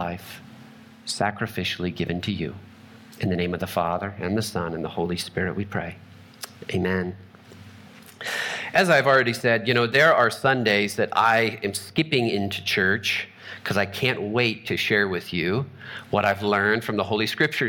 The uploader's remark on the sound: Trinity Anglican Church Littleton, CO